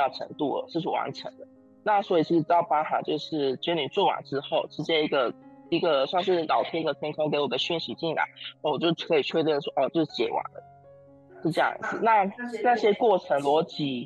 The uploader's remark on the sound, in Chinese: 今天這一集是三方進行的方式。若音質較差請多包含喔。